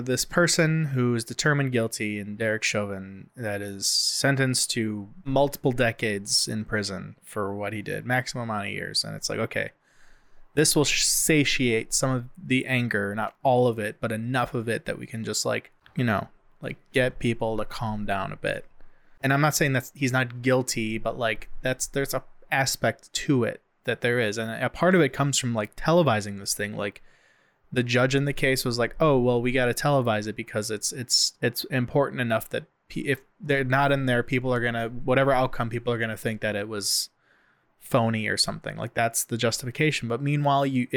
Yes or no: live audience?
no